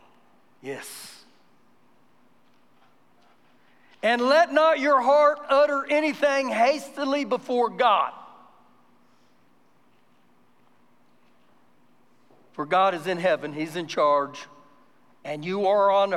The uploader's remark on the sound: Recorded live during our Sunday morning service